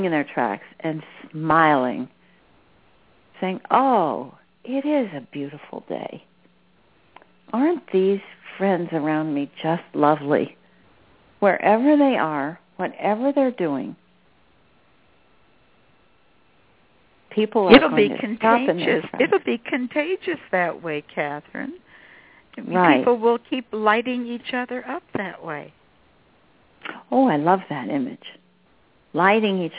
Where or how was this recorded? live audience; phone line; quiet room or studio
phone line